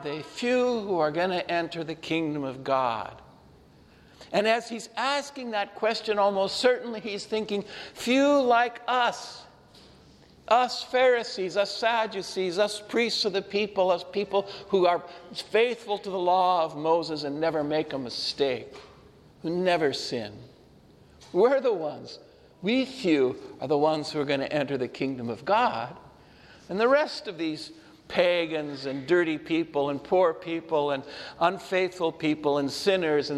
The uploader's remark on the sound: This homily was shared at Sacred Heart Church, in Brewster, Washington